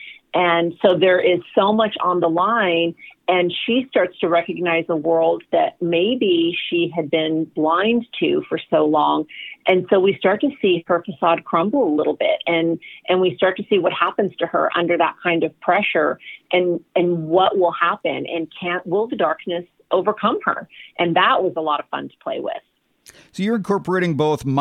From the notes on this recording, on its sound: joined our 4-Timers club when he called